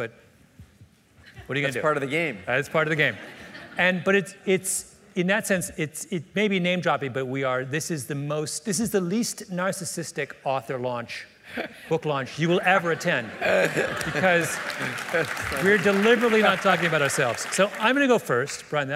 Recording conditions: live audience